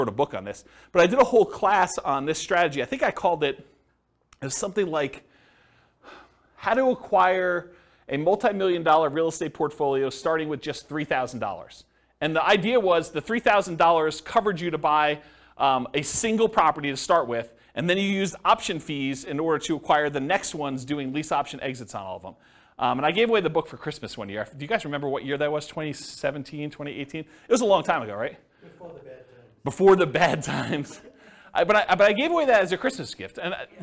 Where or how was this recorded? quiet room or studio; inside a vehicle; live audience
live audience